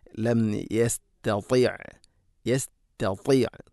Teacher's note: ത ഉച്ചരിക്കുന്ന സമയത്ത് നാവിൻ്റെ മധ്യഭാഗം അണ്ണാക്കിലേക്ക് ചേർന്ന് നിൽക്കണം, അപ്പോഴാണത് കൃത്യമായ മഖ്റജിൽ നിന്നും അതിൻ്റെ സിഫത്തുകളൊക്കെ ഉള്ളതാവുകയുള്ളു. · Term: കനപ്പിച്ചുച്ചരിക്കേണ്ട അക്ഷരമാണ്